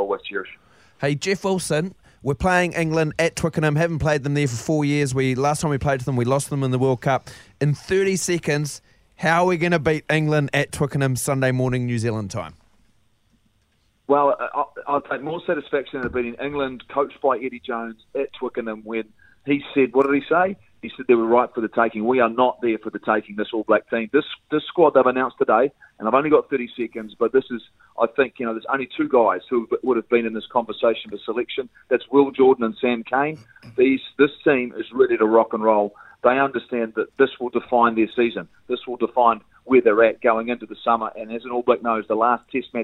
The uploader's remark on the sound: joins us on the phone